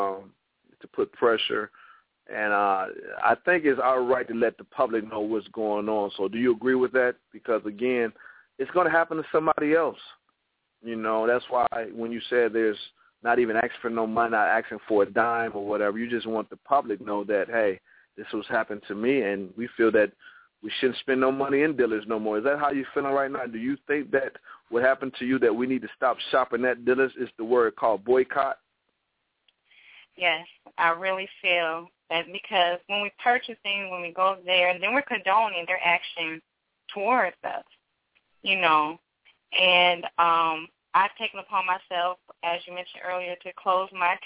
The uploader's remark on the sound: the hosts opens up the phone lines